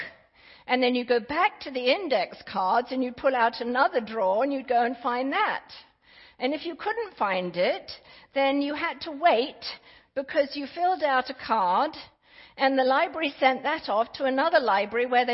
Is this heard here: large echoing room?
yes